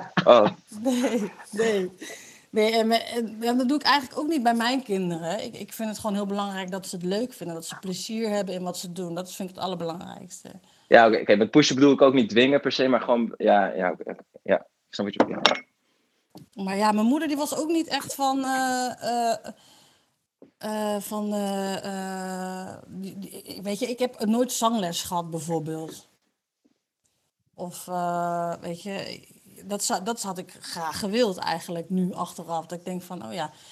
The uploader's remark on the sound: ClubHouse edition. Each participant in this conversation has consented to the recording.